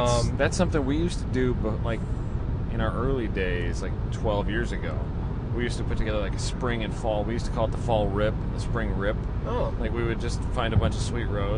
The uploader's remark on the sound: Podcast from a car. They recorded on the way home.